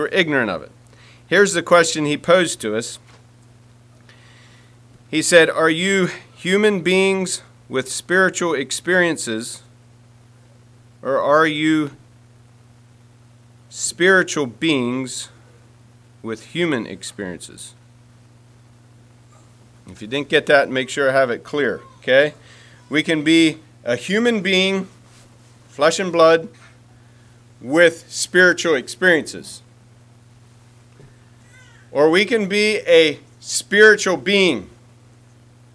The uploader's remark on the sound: Message preached at Word Of Hope Mennonite Church